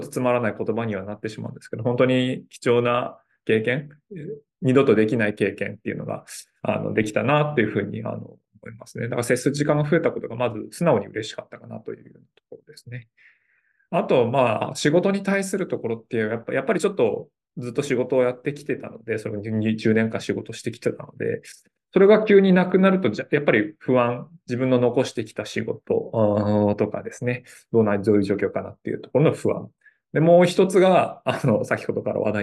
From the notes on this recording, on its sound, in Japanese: 収録場所： オンライン (Zoom)